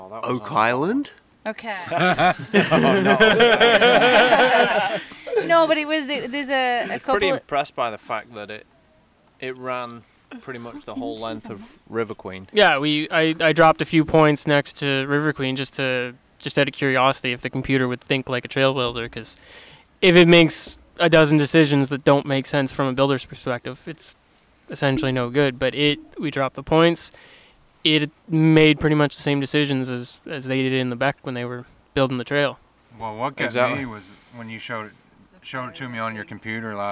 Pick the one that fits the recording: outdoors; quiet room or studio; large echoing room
outdoors